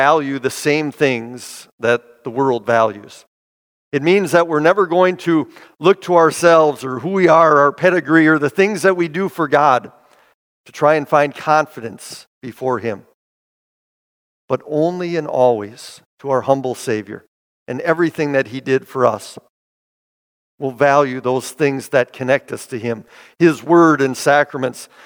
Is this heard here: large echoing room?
yes